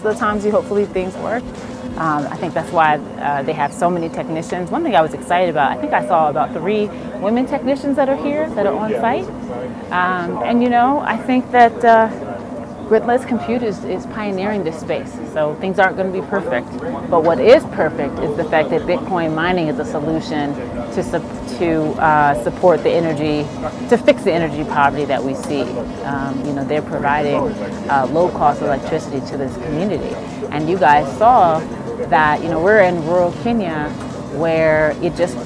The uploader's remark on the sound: Live from Africa Bitcoin Mining Summit- Part 2 (Gitugu, Kenya Site Tour)